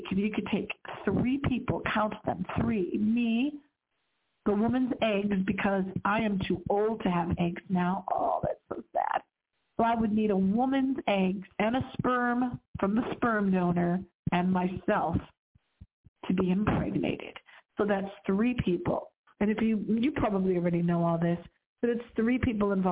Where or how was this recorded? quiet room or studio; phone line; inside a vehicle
phone line